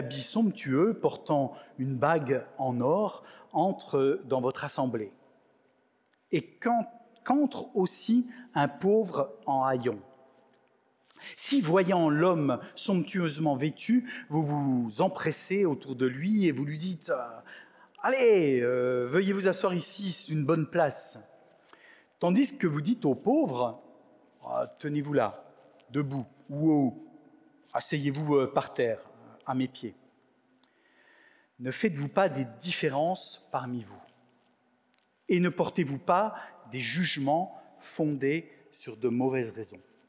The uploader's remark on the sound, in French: Enregistré à l'église CVV, le 19/06/2022